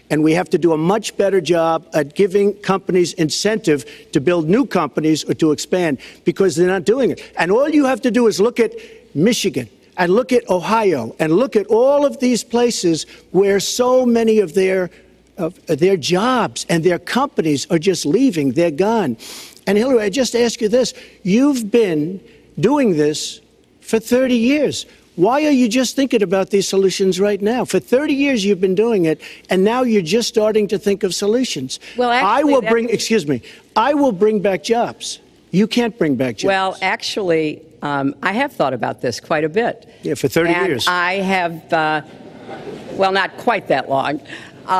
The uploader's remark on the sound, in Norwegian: Vi er på taleskriverkonferanse i Washington DC